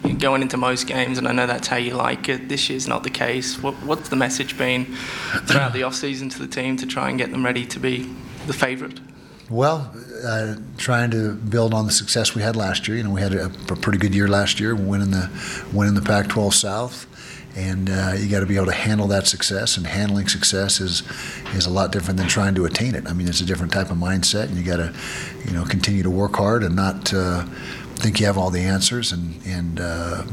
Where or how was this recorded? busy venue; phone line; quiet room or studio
busy venue